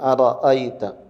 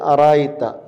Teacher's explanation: നമ്മുടെ ഖിറാഅത്ത് പ്രകാരം രണ്ട് ഹംസകളെയും തഹ്ഖീഖായി തന്നെ ഓതേണ്ടതാണ്. രണ്ട് ഹംസയും അ അ എന്ന് രണ്ടും കിട്ടും.